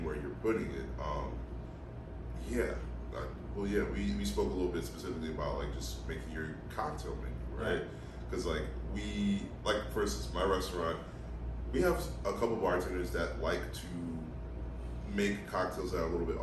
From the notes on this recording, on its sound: There was a glitch with OBS (the audio software) and we had to use the backup audio for this episode.......again(we are going to switch software going forward).